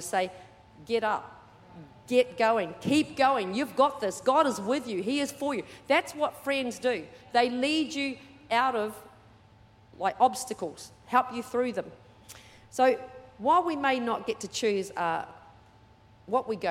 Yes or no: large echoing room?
yes